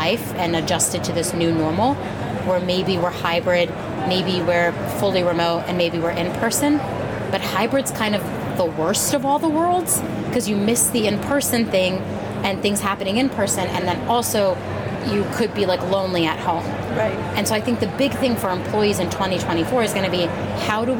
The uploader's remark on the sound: Unum took its Gartner Marketing Award-winning HR Trends podcast studio on the road (again) to the 2023 HR Technology Conference & Exposition , held October 10–13 in Las Vegas. Unum took its Gartner Marketing Award-winning HR Trends podcast studio on the road (again) to the 2023 HR Technology Conference & Exposition , held October 10–13 in Las Vegas.